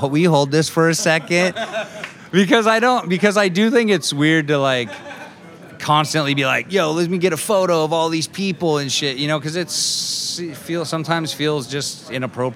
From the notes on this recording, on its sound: Celebrate St. Paddy’s at Clandestine brewing! They host the very first ever beer Olympics at Clandestine Brewing located in San Jose, CA! This is a live audience episode with audience participation!